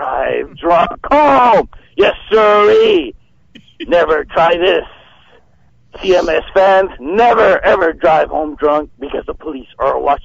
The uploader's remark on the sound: calls into the show while walking out of a concert